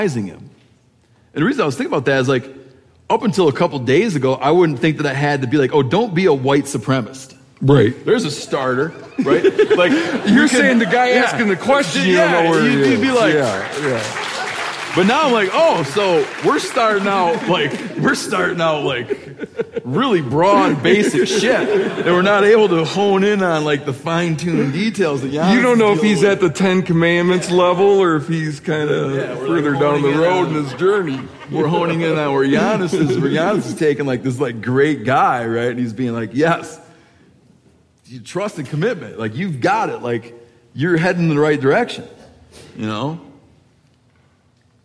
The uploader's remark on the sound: Live from Bozeman